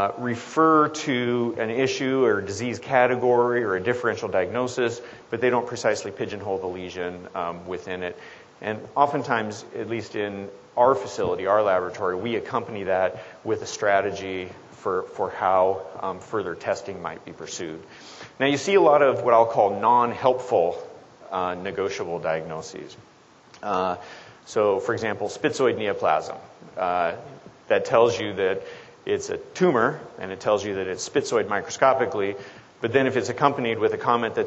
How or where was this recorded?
live audience